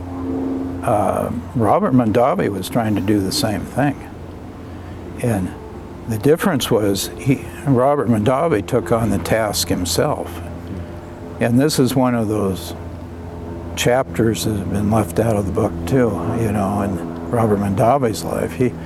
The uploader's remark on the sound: outside Nicholson Library at Linfield University in McMinnville on August 11, 2021